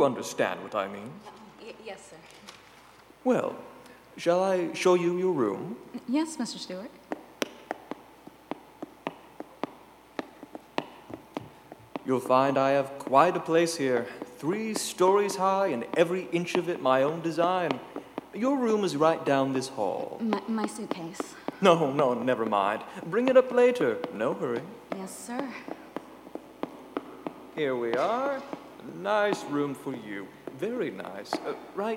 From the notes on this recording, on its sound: Live performance by Metropolitan Performing Arts actors and other community volunteers at Kiggins Theatre in downtown Vancouver, Washington. Live audience count: 100. Streamed live on KXRW-FM, Vancouver, WA.